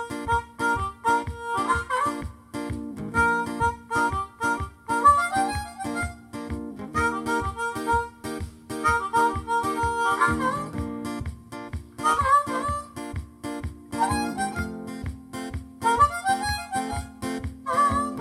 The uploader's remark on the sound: Bourke Street Mall, Melbourne Central Business District.